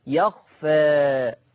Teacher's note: الفتح يخفى وفيه التقليل يخفى أميل بالألف شوية أقللها أنتحي بها شوية